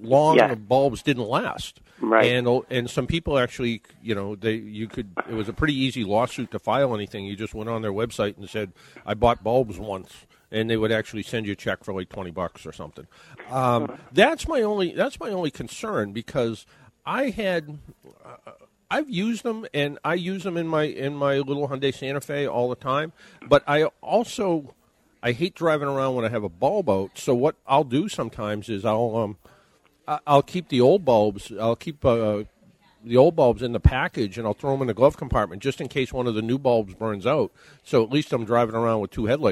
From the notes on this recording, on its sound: In this episode we are broadcasting live from the Canton branch of the City of Boston Credit Union.